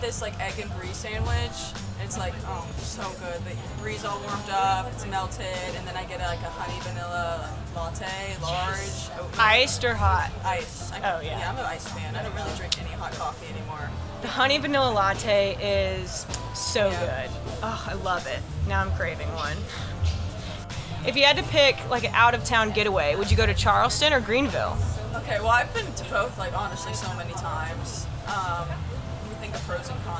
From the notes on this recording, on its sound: LIVE from First Thursday on Main. Take a listen to what your neighbors have to say about their favorite things in the 803!